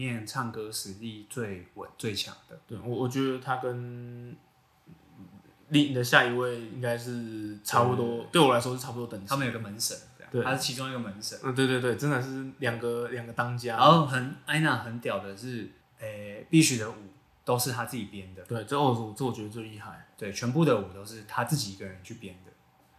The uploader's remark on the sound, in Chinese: 這兩次錄音不知道為什麼回音很重，已經盡1000%力量調整了，下次會再改進。